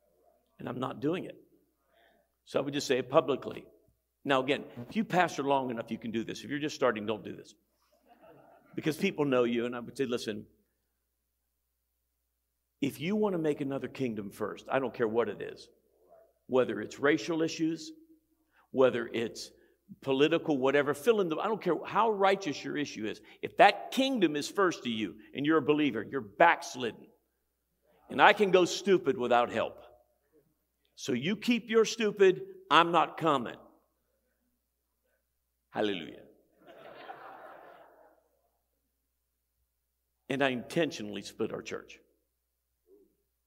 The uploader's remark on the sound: Every February, pastors and leaders from around the country gather together at our leadership conference. Here’s one of the recordings from our 2023 Leadership Conference.